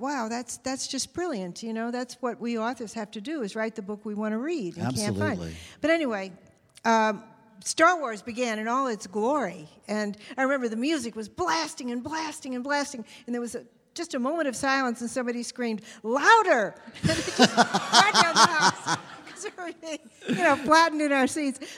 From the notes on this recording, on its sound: MONO. In the first ever “live on location” episode of The Dinner Party Show. LIVE from the floor of Bent Con, the only convention dedicated to celebrating LGBT contributions to pop culture and geekdom.